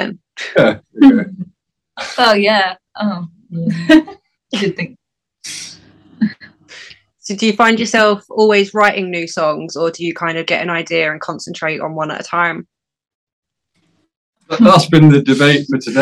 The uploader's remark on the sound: I sat down over Zoom